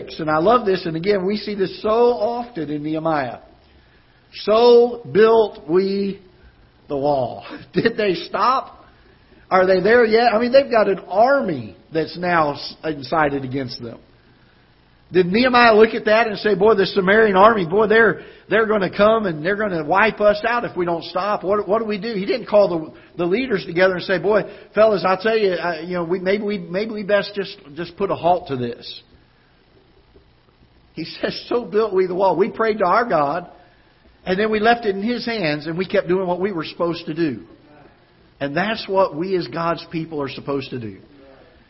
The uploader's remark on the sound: Ketha Heights Baptist Church ~ Live Broadcast